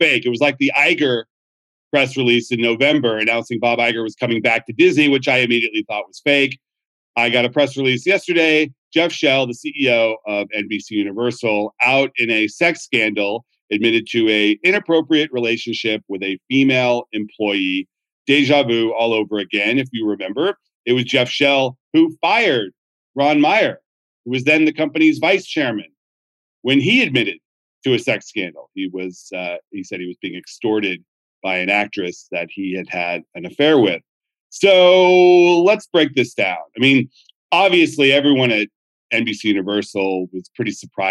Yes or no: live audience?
no